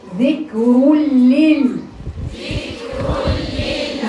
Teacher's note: ما تستعجليش على الكاف. من الأخطاء الشائعة في الكاف الاستعجال عليها. ما بديهاش وقتها. أولا هي ساكنة. ثانيا فيها صفة تخليني اقف عليها اكتر اللي هي الهمس.